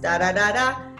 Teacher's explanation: we use this ascending or rising intonation when we are happy or expressing positive emotion, when we're enthusiastic, when we're interested.